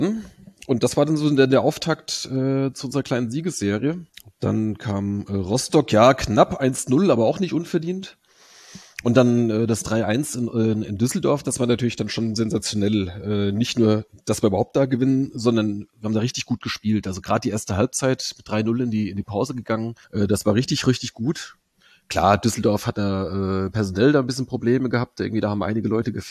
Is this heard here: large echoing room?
no